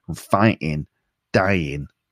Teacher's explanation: he often doesn't pronounce the G at the end of his ing words